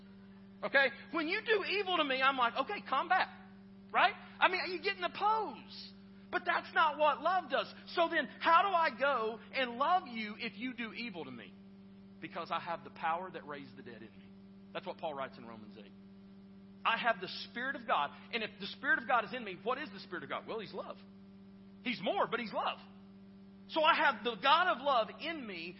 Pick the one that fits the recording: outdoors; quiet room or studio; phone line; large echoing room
large echoing room